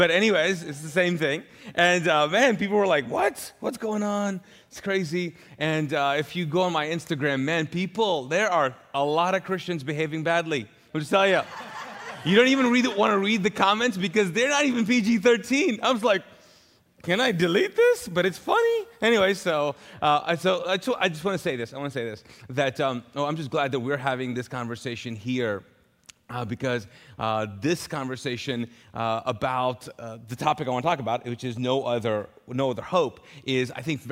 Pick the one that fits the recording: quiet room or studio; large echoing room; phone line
large echoing room